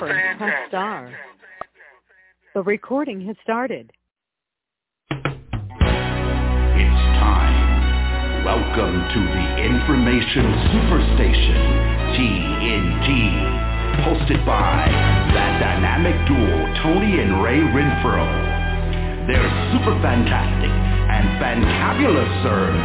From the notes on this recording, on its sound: TNTSuperfantastic Conference Call